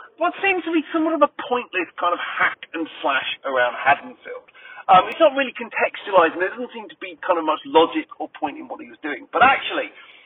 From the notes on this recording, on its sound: Excuse the sound - it's done in the car!